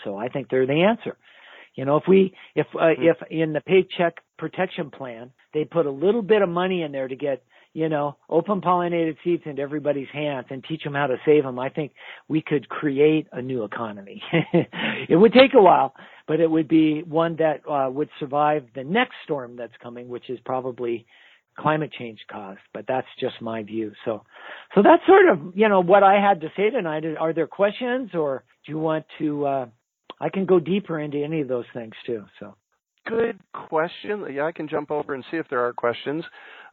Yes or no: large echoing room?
no